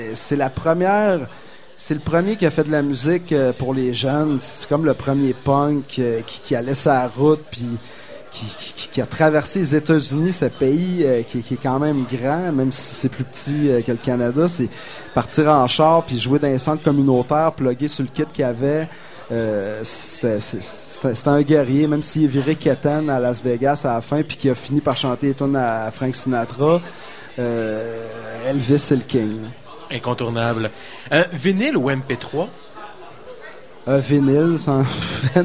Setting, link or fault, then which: setting, busy venue